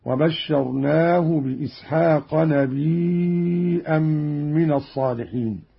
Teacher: همز قالون الياء وتصير عنده مدا متصلا يمد مقدار 4 حركات